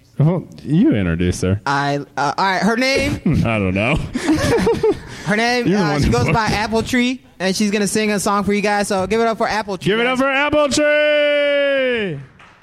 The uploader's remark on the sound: This episode was recorded on 2/1/2019 at Java Joe's in Des Moines, Iowa!